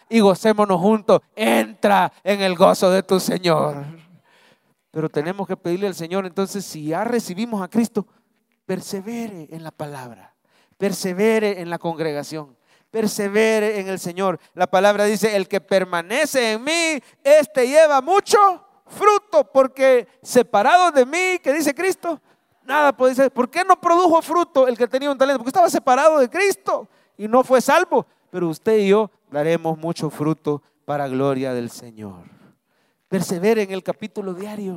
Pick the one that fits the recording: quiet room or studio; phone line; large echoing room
large echoing room